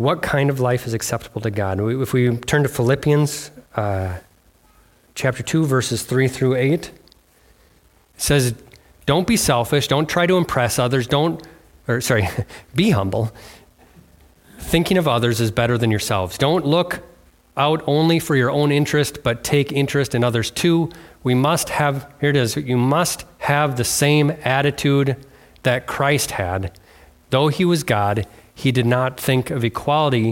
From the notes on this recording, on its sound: on February 4th, 2024 at Bible Center Church in Maiden Rock, Wisconsin.